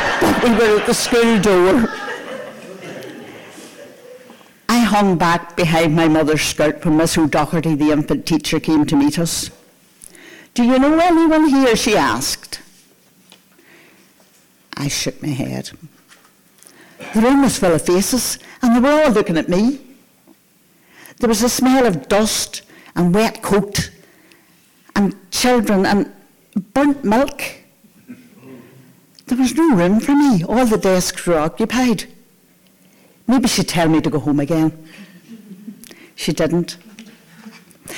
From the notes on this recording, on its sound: Tenx9 is a live storytelling event where nine people have up to ten minutes each to tell a true story from their own life on a particular theme.